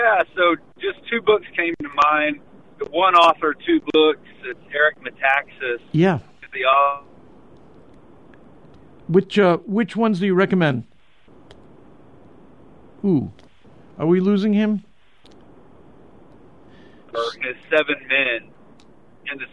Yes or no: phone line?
yes